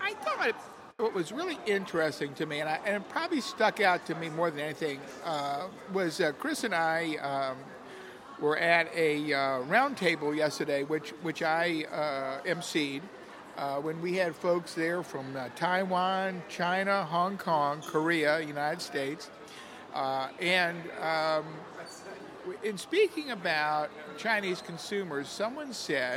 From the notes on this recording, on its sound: From the Guangzhou Toy & Edu Fair. Recorded on the floor of the show in Guangzhou, China.